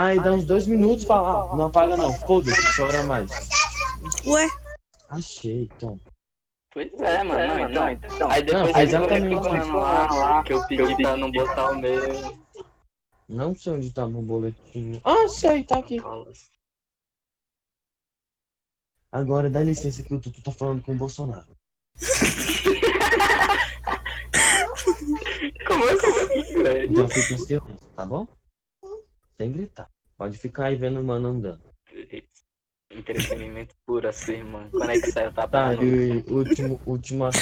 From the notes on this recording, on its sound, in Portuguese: muito audio estourado